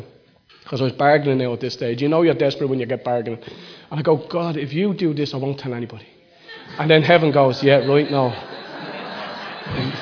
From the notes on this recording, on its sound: Recorded live in Liberty Church in 2019.